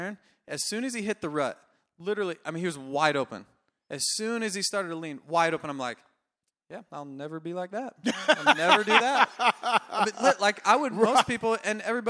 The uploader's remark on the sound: LIVE Pulpmx Show from Foxboro. Coming from the Marilyn Rodham Theater in Foxboro MA. Do a Fly Racing/Yamaha live podcast show.